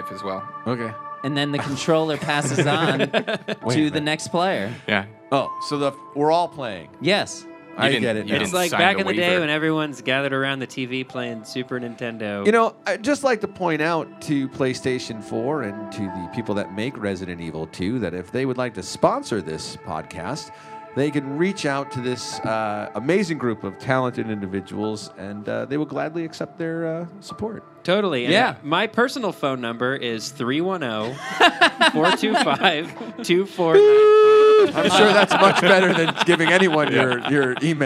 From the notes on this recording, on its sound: LIVE recording at their home away from home, Impro Studio.